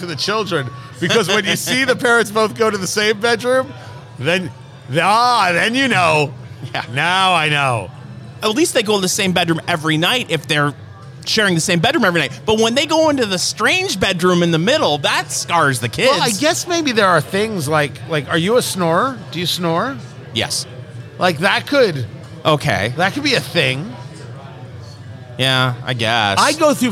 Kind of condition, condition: setting, busy venue